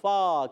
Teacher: فا کا مخرج اوپر والے دانتوں کے کنارے، نیچے والے ہونٹ کا تر حصہ آدھا ہوتا ہے فا.